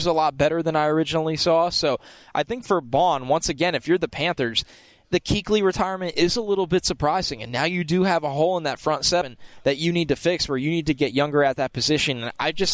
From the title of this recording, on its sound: Live from Radio Row